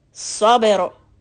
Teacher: There you have a qalqalan letter ba, so sabe. Sa is heavy letter, raise the back of the tongue, and for ba, flatten the lips, sabe.